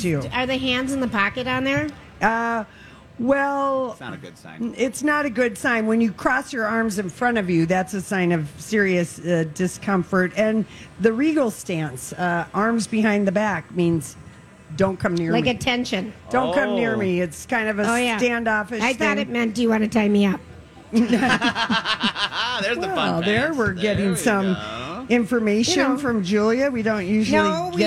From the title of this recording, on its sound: LIVE from the Minnesota State Fair